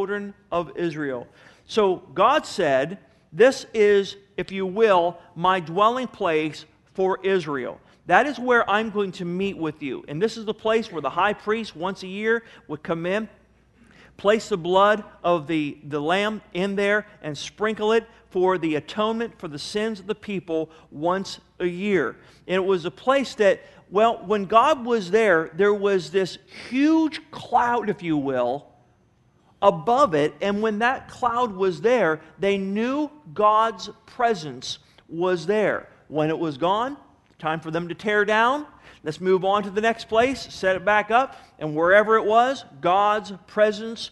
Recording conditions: large echoing room